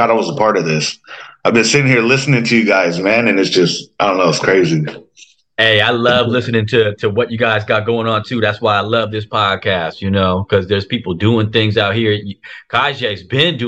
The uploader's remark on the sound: I had a Zoom interview. The Juicebox Recording Studio.